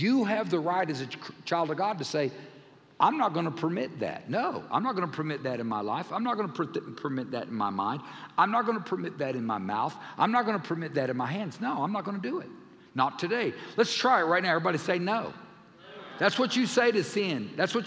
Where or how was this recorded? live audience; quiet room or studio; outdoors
live audience